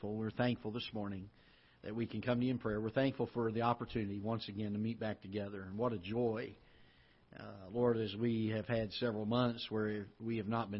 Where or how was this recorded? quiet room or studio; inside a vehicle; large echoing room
large echoing room